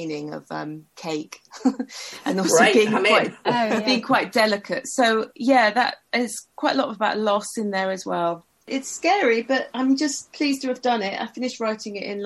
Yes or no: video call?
yes